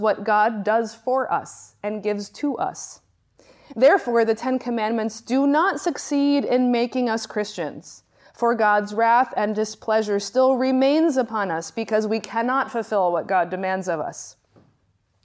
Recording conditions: large echoing room